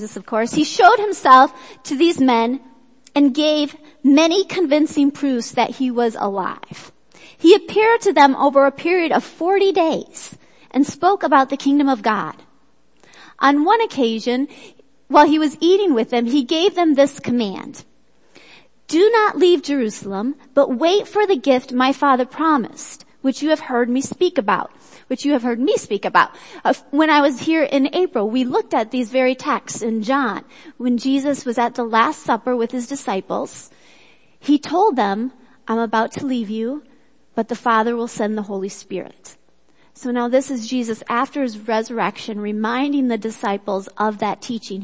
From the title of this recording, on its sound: Worship Service - Audio